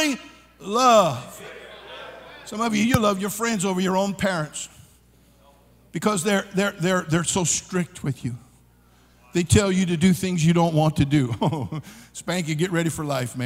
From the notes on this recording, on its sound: during the Monday Evening service of the 40th Annual National Youth Conference in Santa Clara, California